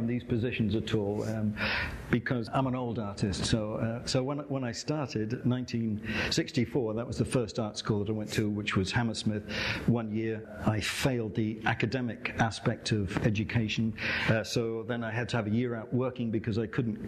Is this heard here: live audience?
yes